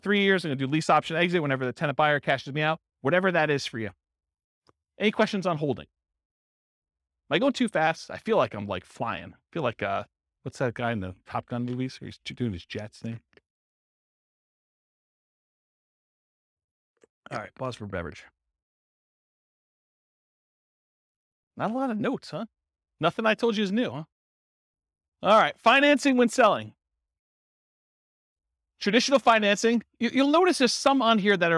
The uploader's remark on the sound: In Round Rock, Texas. This was a live class recorded to give investors a solid qualitative overview of all the different real estate investing strategies.